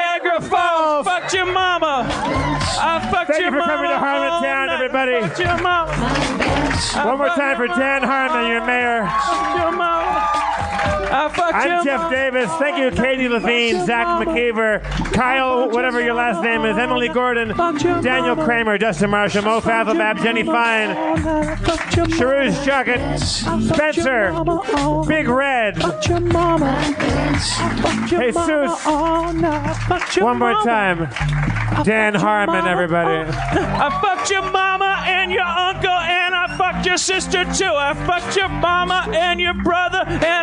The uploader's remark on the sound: Note: the audience was not mic'd this episode.